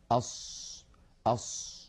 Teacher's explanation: يزمون الشفتين إلى الأمام ويستعملونهما في الصاد ساكنة ومفتوحة ومضمومة ومكسورة · Term: استعمال الشفتين